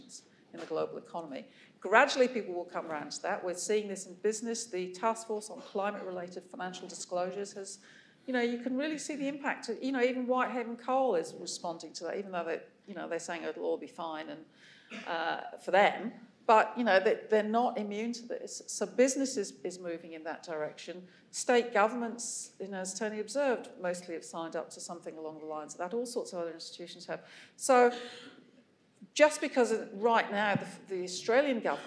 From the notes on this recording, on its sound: Melbourne event recording. This is an event recording of a public forum in the Energy Future series, hosted by Melbourne Energy Institute and Grattan Institute.